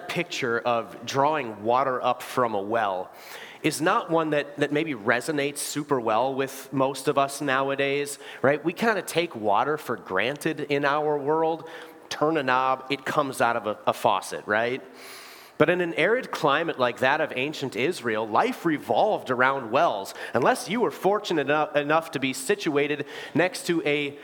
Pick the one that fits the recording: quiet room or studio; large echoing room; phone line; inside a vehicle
large echoing room